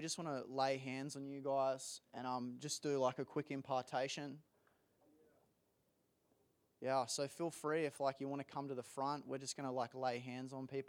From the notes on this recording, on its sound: This is the full recording of the service.